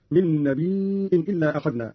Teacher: قرأ قالون بهمز الياء هكذا: من النبأ وهو الخبر.